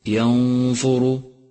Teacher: اقرأ حرف الراء في كلمة ينظر. ينظر، اقرأه مفخما لأنه مضموم · Term: تفخيمه